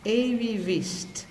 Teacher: Ook weer die V wordt een W. En Ewi, die G spreek je niet uit.